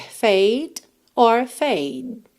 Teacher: Você encosta a língua no céu da boca e já interrompe o som.